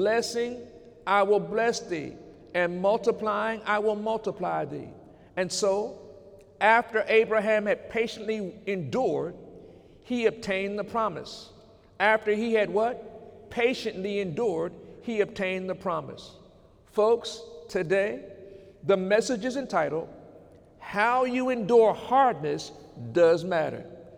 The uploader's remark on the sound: During Sunday morning service on November 11, 2018